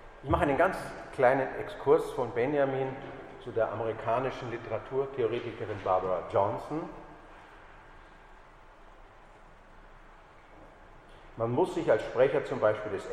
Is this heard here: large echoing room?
yes